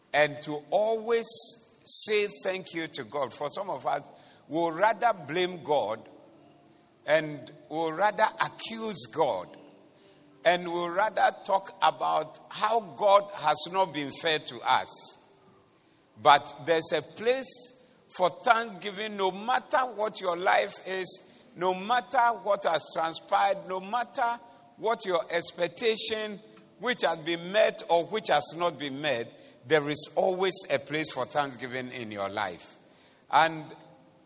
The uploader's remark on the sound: Preached at the Doxa Service